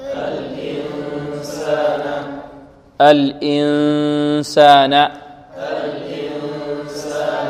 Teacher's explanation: أن الجزء في الإخفاء الذي يخرج من الخيشوم أكثر من الجزء الذي يخرج من ماذا؟ من الفم